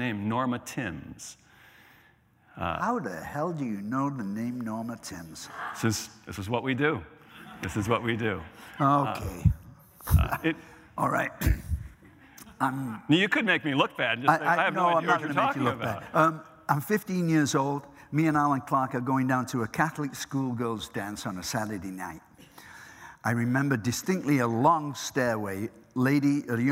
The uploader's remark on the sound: The conversation was recorded on Feb 25, 2016 in front of a live audience at New York's 92nd Street Y.